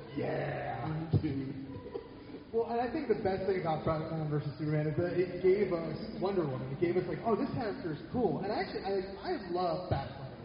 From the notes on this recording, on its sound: Blacklisted Podcast were honored to participate live at a weekend of panels at The Greater Philadelphia Comic Con. Sits with a panel of pop culture enthusiasts (comic book writers/artists, podcasters, comedians, wrestlers, and more).